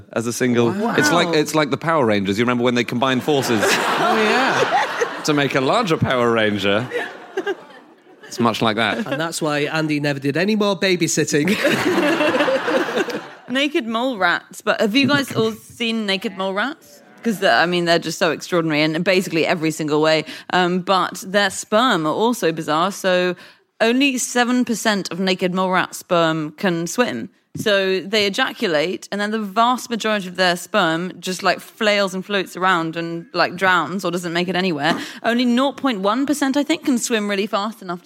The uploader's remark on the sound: Live from the Salford Lowry theatre.